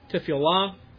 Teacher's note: It's a vocal schwa for you Hebraists.